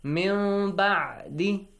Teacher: The nun sakin or tanween sound will be changed to a slight or a kind of soft meme sound. · Term: Iqlab